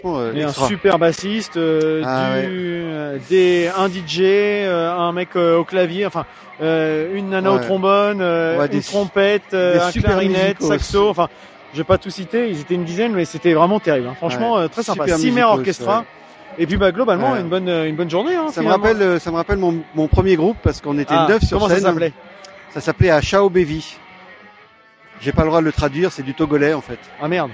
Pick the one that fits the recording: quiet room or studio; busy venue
busy venue